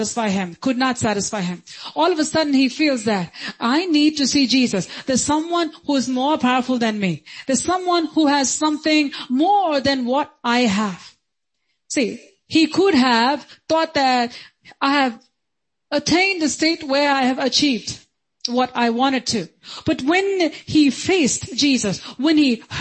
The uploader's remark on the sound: Sunday Service - 10.16.2022